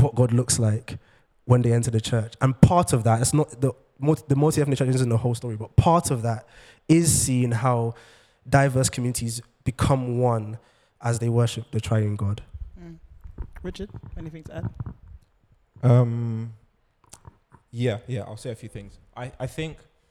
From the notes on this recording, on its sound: Where Do We Go From Here? (Live Podcast). For a live recording.